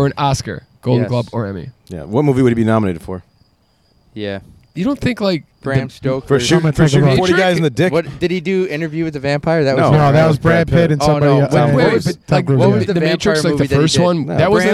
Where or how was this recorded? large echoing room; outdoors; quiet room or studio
outdoors